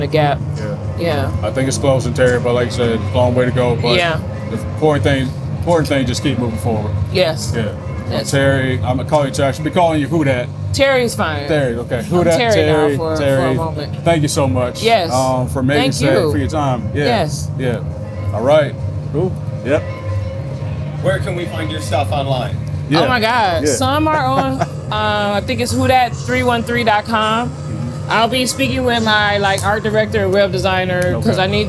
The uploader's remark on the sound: The Summer Sessions on 88.3 WXOU FM featuring a collection of interviews recorded live on the grounds of the 2023 Movement Festival in Hart Plaza.